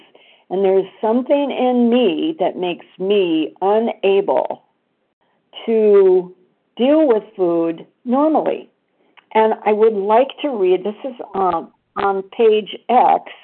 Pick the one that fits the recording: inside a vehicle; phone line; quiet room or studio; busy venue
phone line